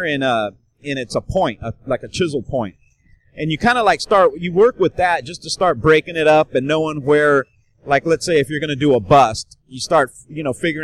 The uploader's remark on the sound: joins me from Musink Tattoo festival